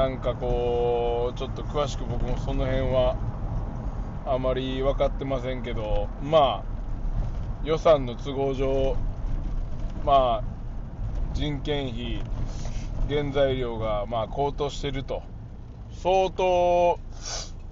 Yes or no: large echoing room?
no